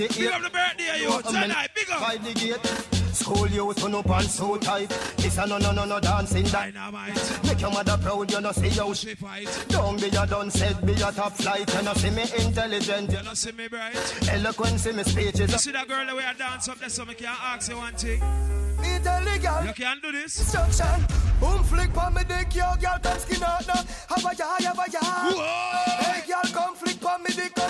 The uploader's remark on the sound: Live Juggling Dance. At Cosmopolitan Night Club on Front Street Bermuda. Big Up To Everyone That Came Out And Held A Vibez And Enjoyed The Dance.